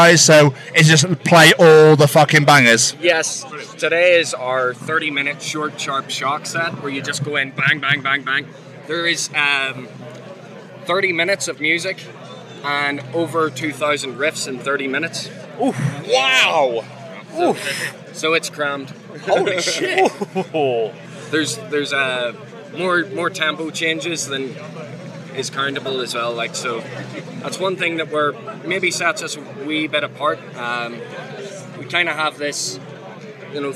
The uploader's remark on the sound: From our 'Live from Bloodstock 2023' series